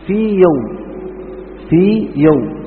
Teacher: تنطق الحرف الأول ثم الثاني مع أنه ساكن وبعده مثله، لكن هذا يستثنى لأن الأول حرف مد، ولو أدغمت لذهب المد، فتأتي بالمد بمقدار حركتين ثم تأتي بالحرف الذي بعده.